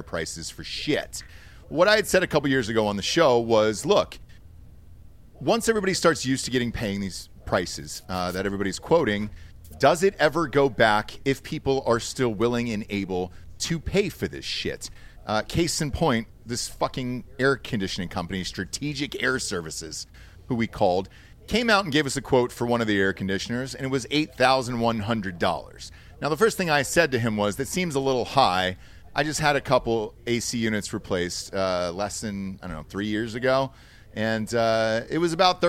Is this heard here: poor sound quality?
no